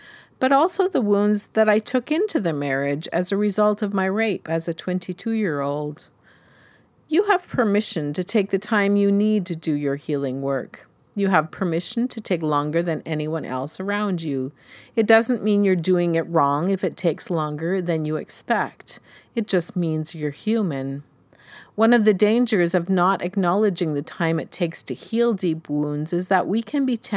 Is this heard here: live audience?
no